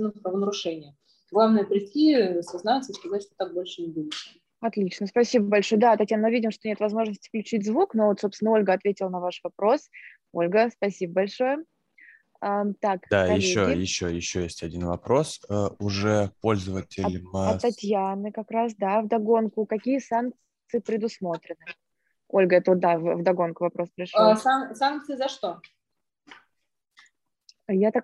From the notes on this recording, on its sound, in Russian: Zoom-подкаст